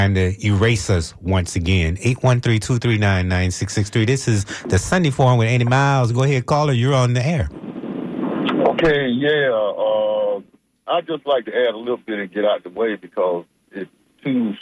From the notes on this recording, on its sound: Unique magazine format call-in show.